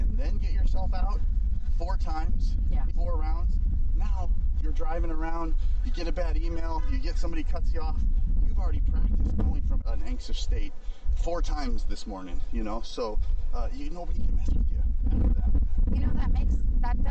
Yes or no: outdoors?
yes